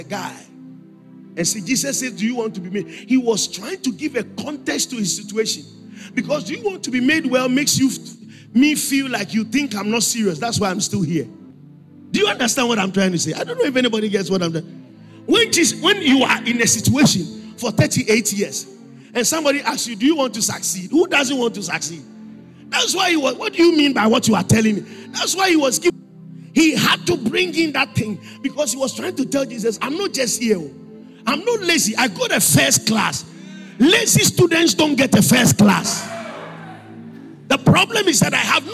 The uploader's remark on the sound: Preached at the Spiritual Emphasis Week (First Quarter), Calvary Baptist Church, Adabraka